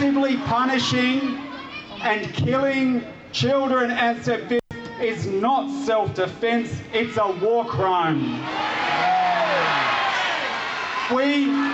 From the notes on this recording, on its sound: Free Palestine Melbourne have held weekly Palestinian Solidarity rallies in Narrm/Melbourne. We play the powerful and moving speeches that were recorded from the rally on Sunday October 22, 2023.